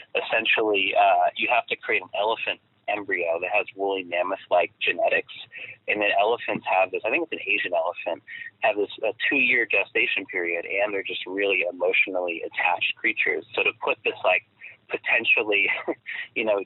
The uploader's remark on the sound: have a quick phone chat